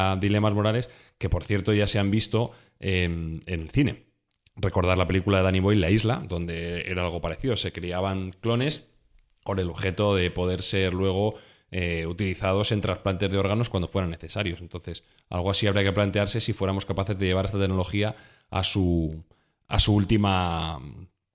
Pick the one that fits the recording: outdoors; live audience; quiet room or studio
quiet room or studio